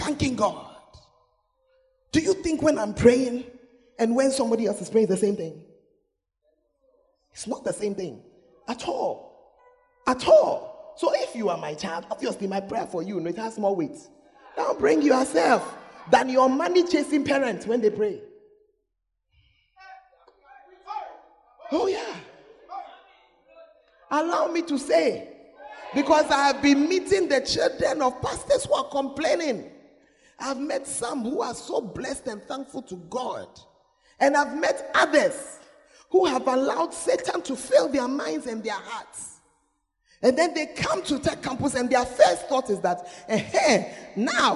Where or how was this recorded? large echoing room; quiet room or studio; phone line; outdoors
large echoing room